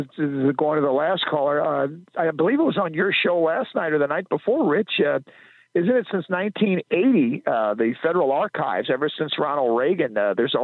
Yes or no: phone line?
yes